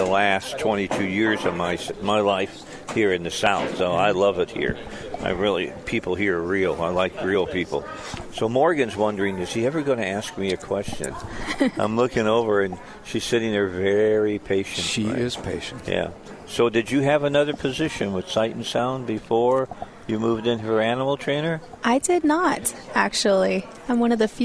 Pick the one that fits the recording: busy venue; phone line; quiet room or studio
busy venue